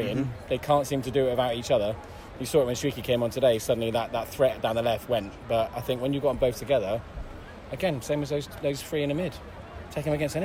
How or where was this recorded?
outdoors